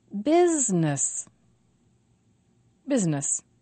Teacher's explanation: Two syllables, and the stress is on biz.